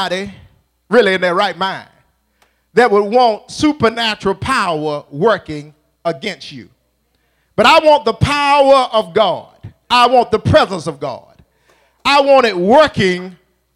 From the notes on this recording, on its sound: at Faith City Church in Clayton NC on Sunday, January 19, 2020.